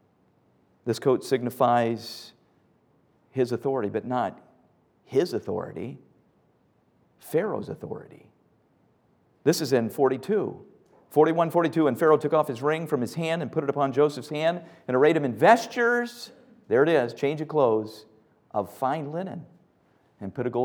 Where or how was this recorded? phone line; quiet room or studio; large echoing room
large echoing room